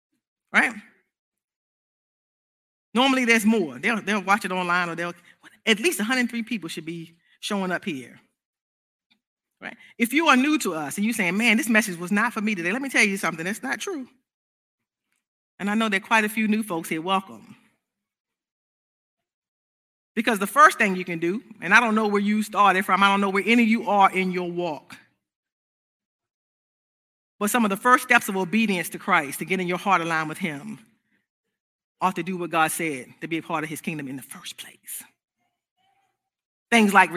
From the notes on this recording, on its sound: This service was recorded live on Sunday, August 8th, 2021 at Newark United Pentecostal Church.